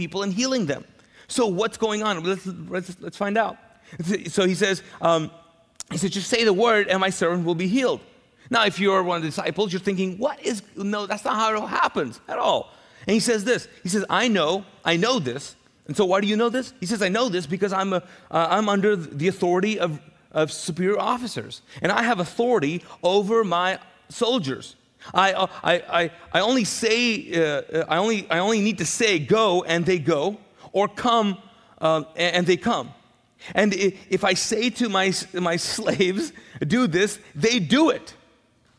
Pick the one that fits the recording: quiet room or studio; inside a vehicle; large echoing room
large echoing room